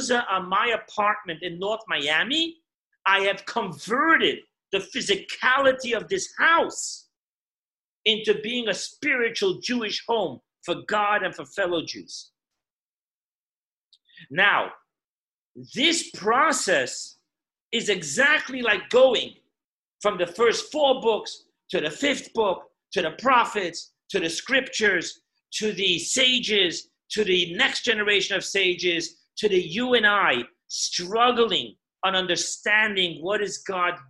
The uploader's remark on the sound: Zoom Parsha Class